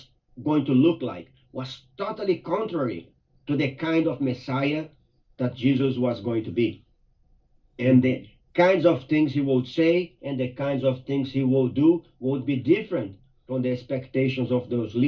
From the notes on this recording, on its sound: Via Zoom from Mt Pleasant due to the big winter storm.